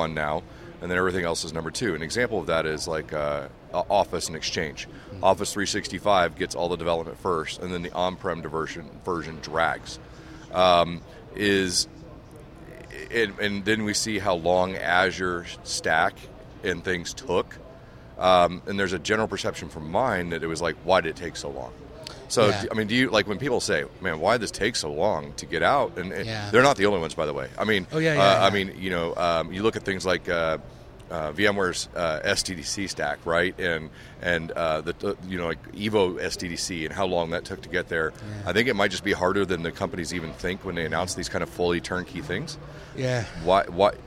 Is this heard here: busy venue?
yes